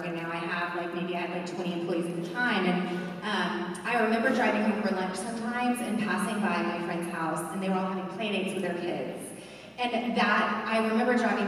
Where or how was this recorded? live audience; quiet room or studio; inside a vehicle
live audience